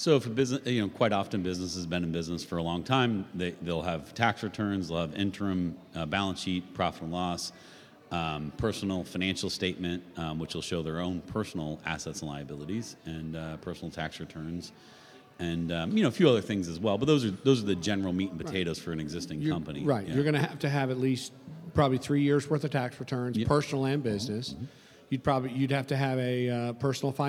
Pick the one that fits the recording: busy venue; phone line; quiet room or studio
busy venue